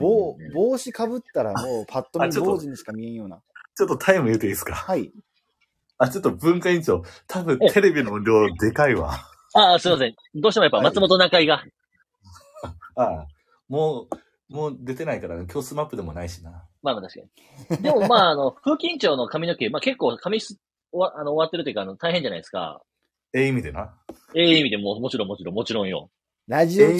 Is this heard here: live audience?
no